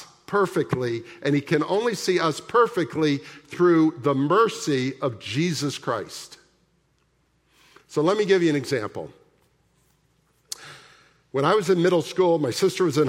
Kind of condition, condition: setting, large echoing room